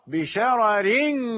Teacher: إذا وصلت سترقق الراء · Term: الترقيق